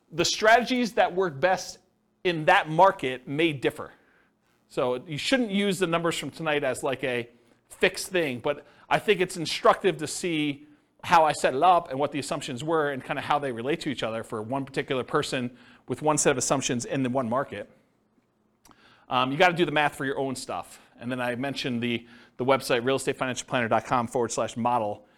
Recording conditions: live audience